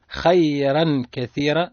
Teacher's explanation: الراء كذلك مفخمة لأنها متحركة بالفتح